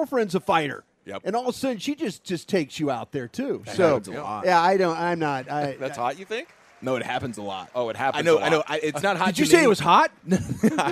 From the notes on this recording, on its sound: Live from Rangers Spring Training.